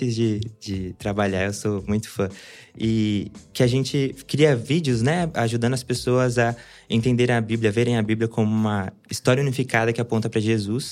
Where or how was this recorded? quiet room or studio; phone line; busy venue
quiet room or studio